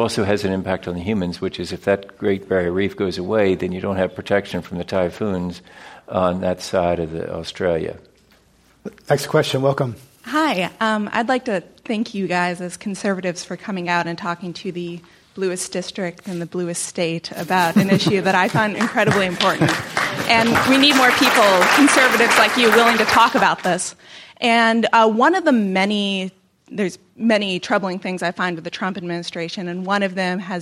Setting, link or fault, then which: setting, live audience